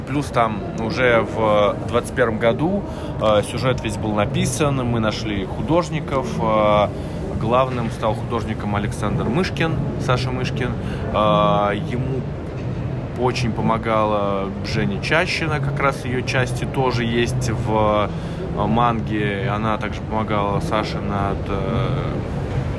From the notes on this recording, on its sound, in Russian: Мы представляем вниманию слушателей очередной «полевой» подкаст. На сей раз он записан под гул книжной ярмарки non/fictio№24 в Гостином дворе.